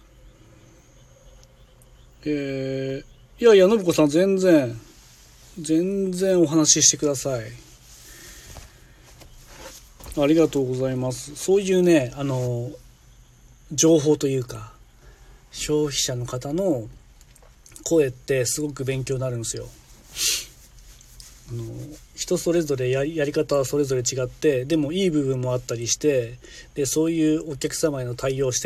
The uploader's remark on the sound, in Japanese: LIVE〜軽トラの中から10分だけ〜